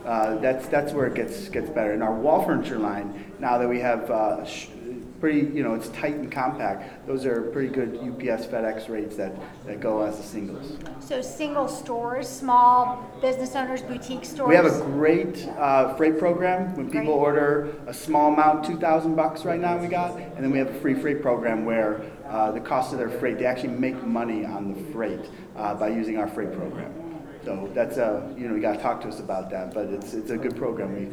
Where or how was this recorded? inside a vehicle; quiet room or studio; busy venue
busy venue